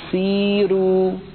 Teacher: كذلك لو كانت الراء مضمومة يا إخوة، خذوا مثلا قوله تعالى قل سيروا في الأرض، قل سيروا، هذه راء مضمومة وورش رققها لأنها سبقت بياء ساكنة